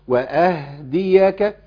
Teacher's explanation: هي هاء ساكنة ولا متحركة؟ ساكنة. يبقى أقف عليها شوية صغيرين خالص